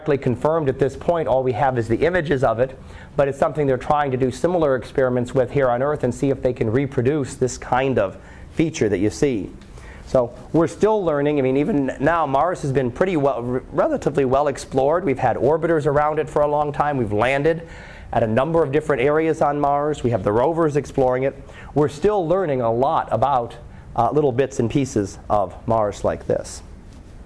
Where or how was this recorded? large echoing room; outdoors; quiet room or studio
large echoing room